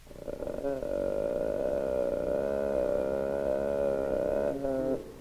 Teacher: The two peaks follow each other in rapid succession, while the closed phase takes up almost one half of the total biphasic cycle. Acoustic measurements of the voice reveal a subharmonic of 75 cycles per second, one half the fundamental frequency of the sound produced. · Term: vocal fry